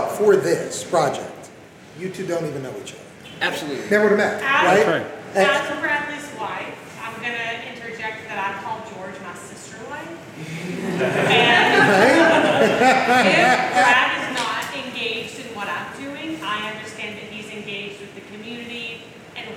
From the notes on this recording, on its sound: The NY Meetup. For the first and last New York meetup. This audio was recorded live.